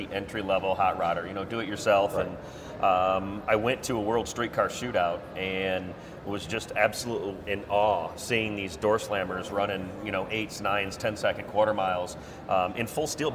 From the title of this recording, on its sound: V8 Radio: Live.. Well, Recorded Live, Anyway, From The 2018 PRI Show in Indianapolis!